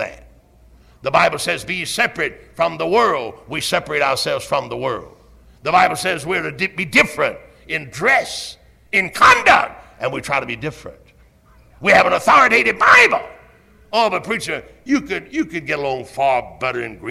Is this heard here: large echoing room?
yes